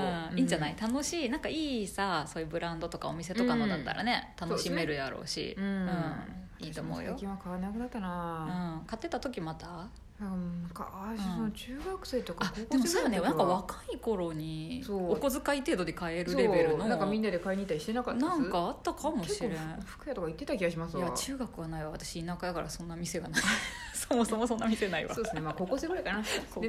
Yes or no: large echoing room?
no